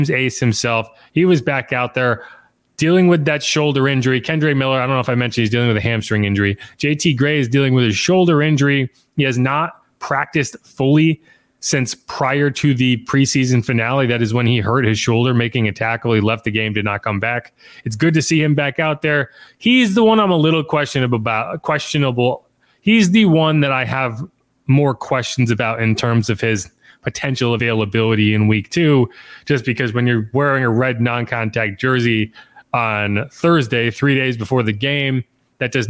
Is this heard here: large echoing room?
no